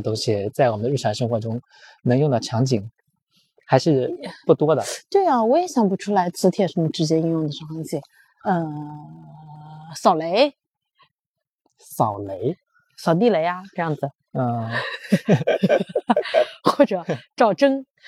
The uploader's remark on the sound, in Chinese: 边走边聊系列回归啦！